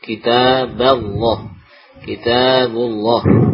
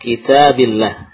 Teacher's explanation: fathah mendahului lafaz Allah, ya, sehingga dibaca tebal. · Shown in: first take